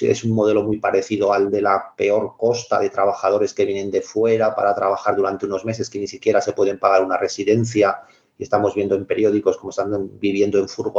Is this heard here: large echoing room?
no